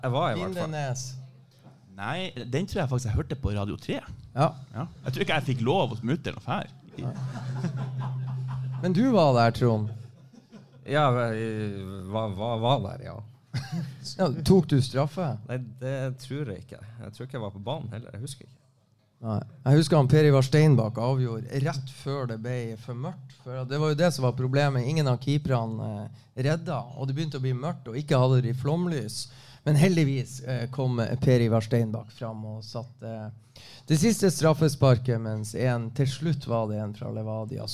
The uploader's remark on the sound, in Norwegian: Episoden ble spilt inn foran live publikum på Sportsbaren i Bodø.